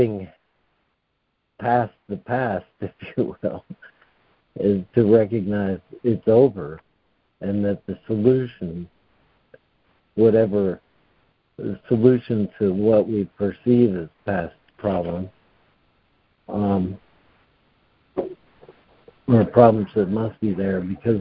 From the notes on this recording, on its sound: ACIM Daily Conference Call